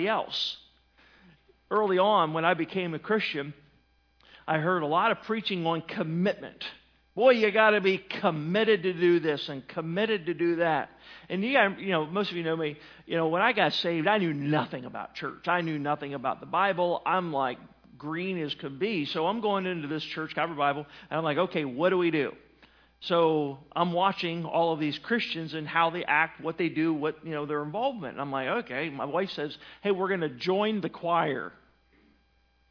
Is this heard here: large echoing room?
yes